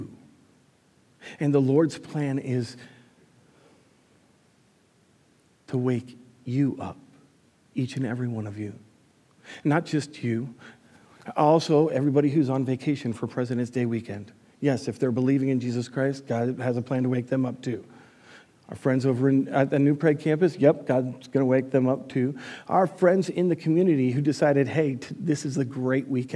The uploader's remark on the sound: Recorded live at Word of Life Church in Le Sueur, Minnesota. Powered by Restream (Bensound Royality Free background music).